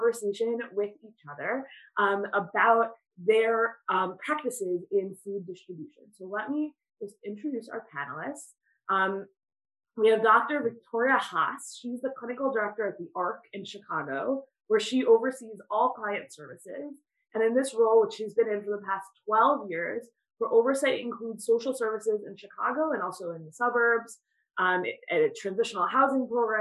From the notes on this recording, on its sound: This audio was originally captured from Zoom. As part of Drisha's Winter Zman.